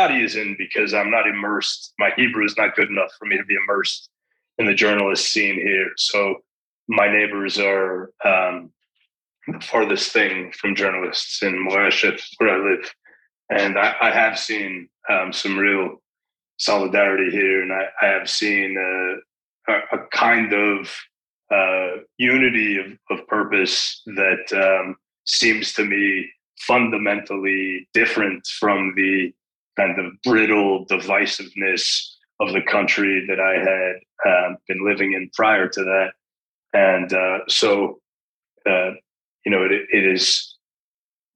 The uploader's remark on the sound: Tablet Magazine hosted a zoom